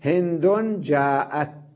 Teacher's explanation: إذا وقفت على تاء التأنيث المبسوطة، فإن كانت ساكنة وهي المتصلة بالفعل الماضي وقفت عليها تاء ساكنة كما هي، مثلا نقول هند جاءت، ألفظها تاء وأقف عليها بالسكون ولا ألفظها هاء